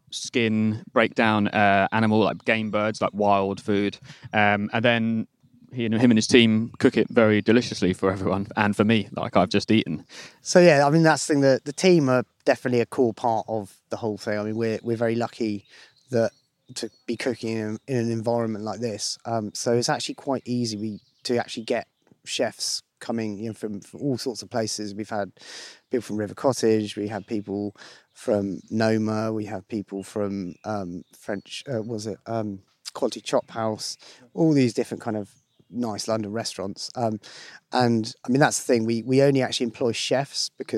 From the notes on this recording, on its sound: spends a day in the East Sussex countryside